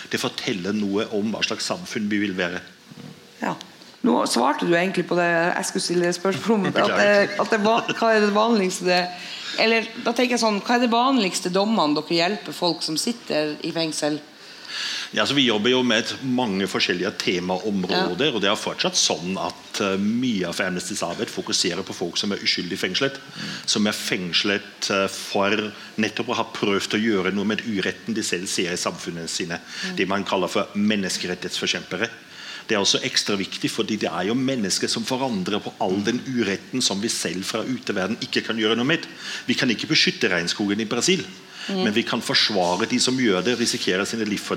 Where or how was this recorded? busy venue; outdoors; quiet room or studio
busy venue